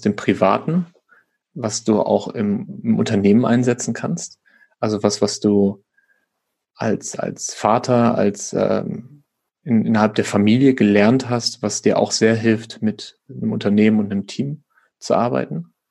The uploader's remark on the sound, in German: Für diese Folge habe ich mich zum Zoom Call